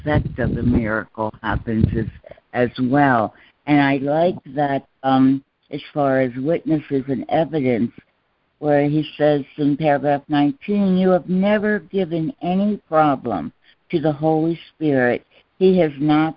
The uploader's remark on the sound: ACIM Daily Conference Call